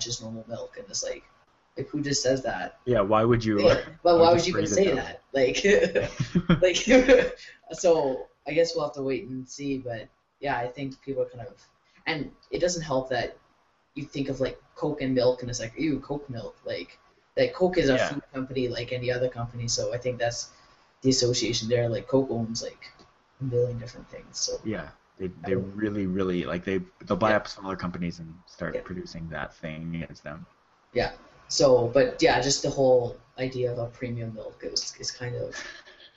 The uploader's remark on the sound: As you will hear, we had some audio issues in this episode. I have cleaned it up as much as I could, but…